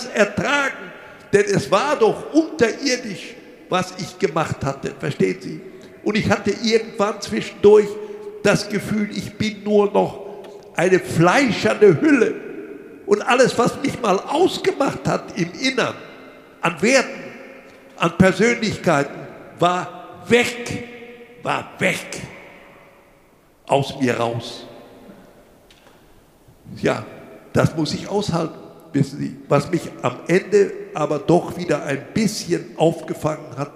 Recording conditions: live audience